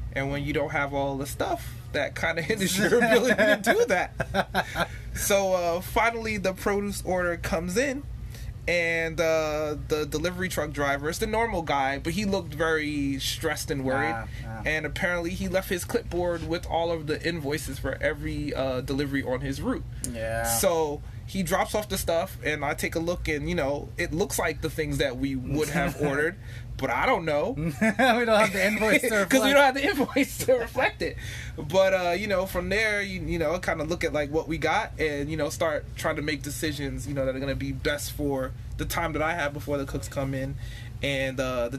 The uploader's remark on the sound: Monday Funday Ep 1 live in the restaurant.